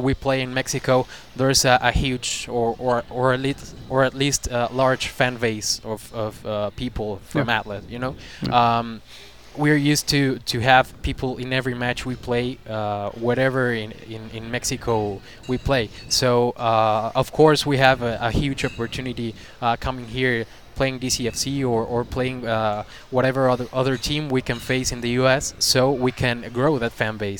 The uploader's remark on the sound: live from Motor City Casino Hotel